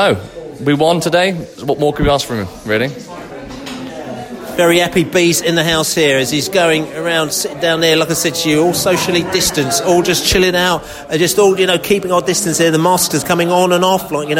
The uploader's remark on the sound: post-match podcast from the pub